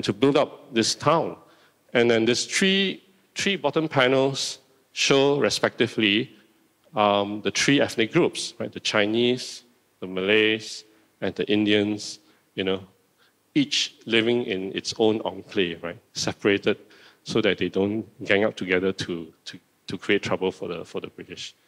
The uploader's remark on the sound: This talk was recorded live in March 2020 at National Gallery Singapore.